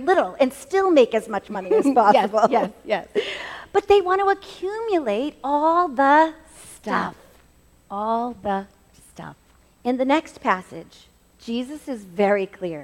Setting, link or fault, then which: setting, live audience